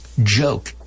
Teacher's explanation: It's more like a CH, vocalized CH.